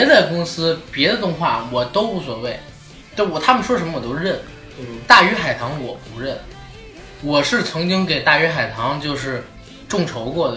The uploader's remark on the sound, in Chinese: 本期因录制设备出现问题，主播三人是使用录音笔进行录制，因为只有一条音轨，无法充分剪辑，望请见谅。